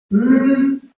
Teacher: As you can see, we're closing this, the mouth completely in the case of the M. Mm, but the sound is vibrating through the back of my nose · Term: nasal sounds